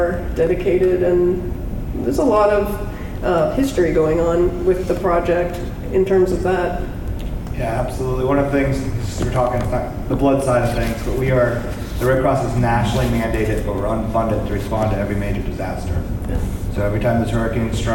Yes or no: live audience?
yes